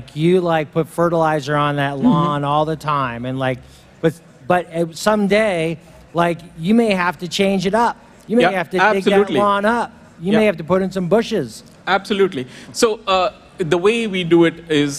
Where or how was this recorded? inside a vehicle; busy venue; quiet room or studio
busy venue